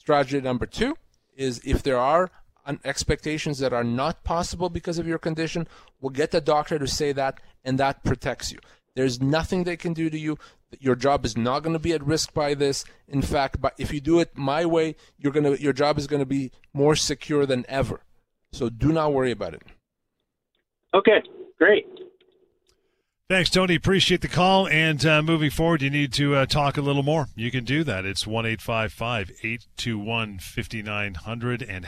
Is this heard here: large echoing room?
no